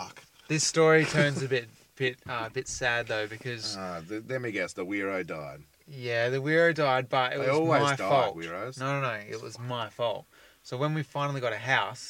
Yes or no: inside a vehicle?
yes